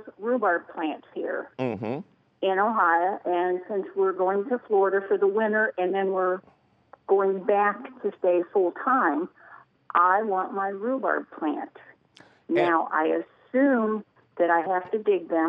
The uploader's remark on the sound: phone calls